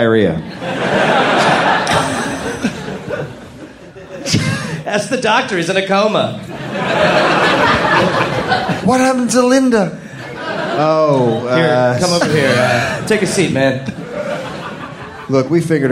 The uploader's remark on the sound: live in Sydney, Australia